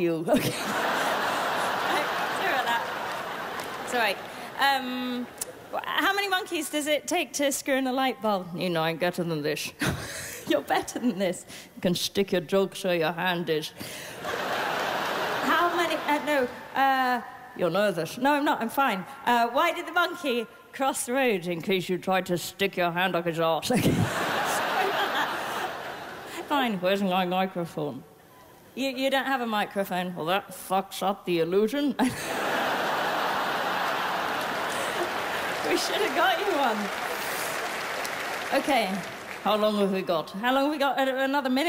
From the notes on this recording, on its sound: 2008 Melbourne International Comedy Festival Gala